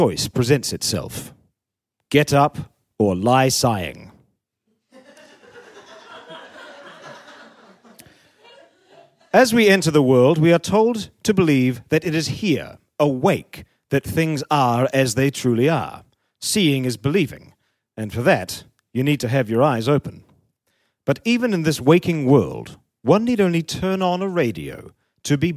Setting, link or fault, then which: setting, live audience